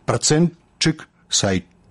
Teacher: гук «т» павінен зліцца з наступным «ш» у гук «ч»